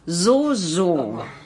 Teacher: Stimmhaftes S am Anfang, wie bei Solar.